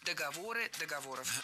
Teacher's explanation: А у договоров совсем другая история и другой тип склонения. В этом слове мы всегда ударяем 3-й слог.